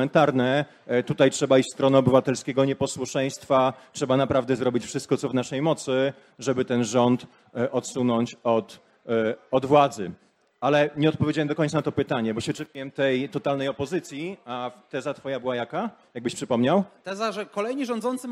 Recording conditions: live audience